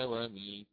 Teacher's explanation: فيأتي بمد متصل ويثبت ياء مدية كذلك بعد حرف الهمز